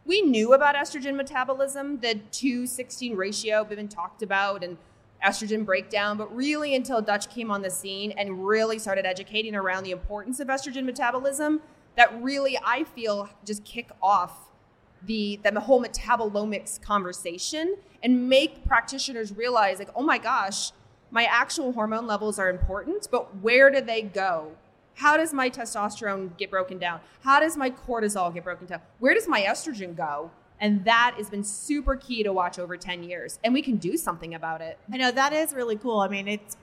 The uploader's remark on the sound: Live from A4M World Congress in Las Vegas.